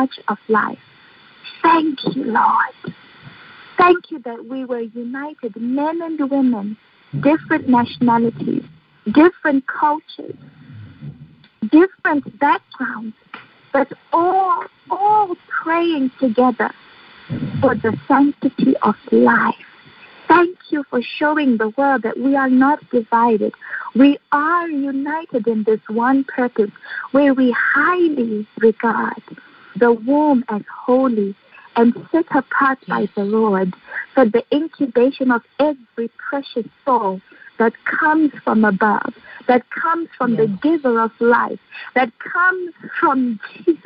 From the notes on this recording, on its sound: Phone/Internet Prayer Conference Call.